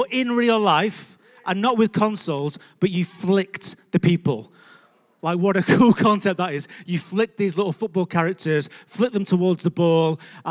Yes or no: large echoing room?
yes